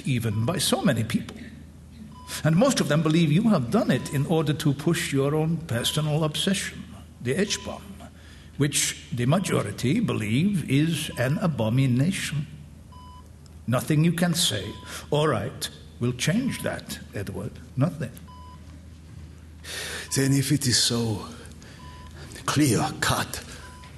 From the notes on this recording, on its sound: Format: Original Recording. Publisher: L.A. Recorded in front of a live audience.